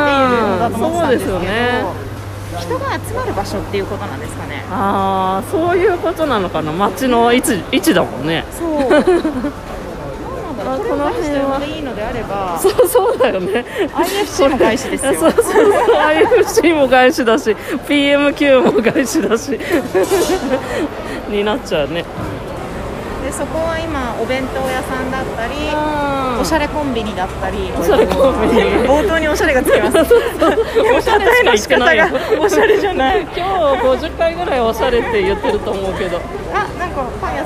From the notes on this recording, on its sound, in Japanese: リニューアルオープンした街市から現地収録。いわゆる昔ながらの「街市」とは全然違う雰囲気にドキドキしながら、初めての現地収録です。